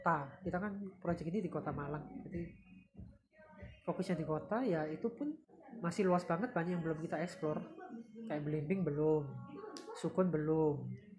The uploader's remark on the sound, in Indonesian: Mohon maaf apabila suaranya sedikit kurang jelas dan sedikit berisik